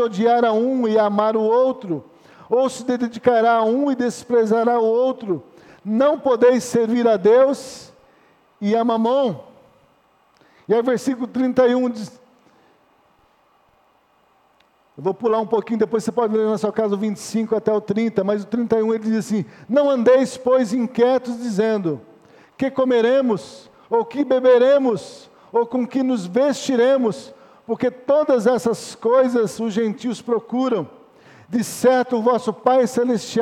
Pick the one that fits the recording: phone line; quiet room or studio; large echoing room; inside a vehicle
large echoing room